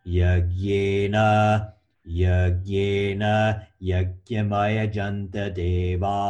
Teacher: make sure you hear the proper melody. It's like going up a flight of stairs.